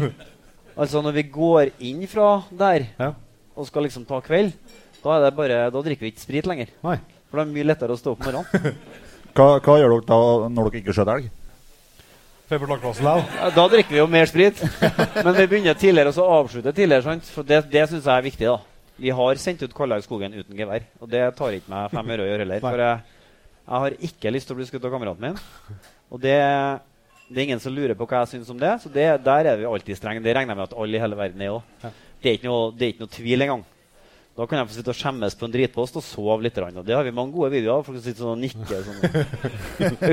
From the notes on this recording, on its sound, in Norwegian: Jegerpodden LIVE Steinkjer. Her kommer Jegerpodden Live fra Steinkjer.